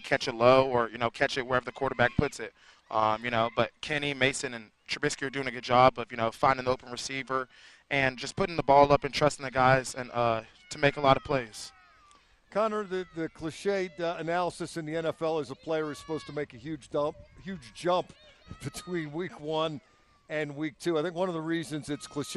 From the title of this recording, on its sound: In the Locker Room Live from Steelers Camp